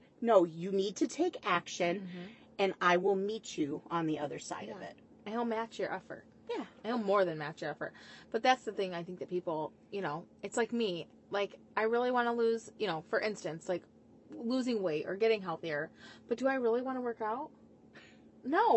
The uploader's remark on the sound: We may or may not have recorded this in my Truck, In her drive way, drinking a glass of red.